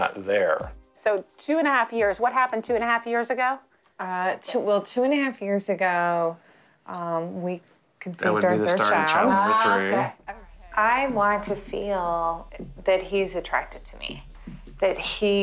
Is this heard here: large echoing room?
no